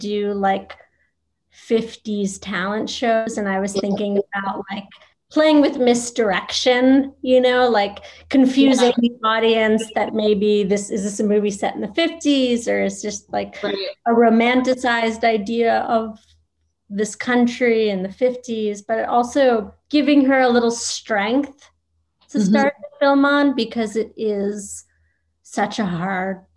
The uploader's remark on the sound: virtual Q&A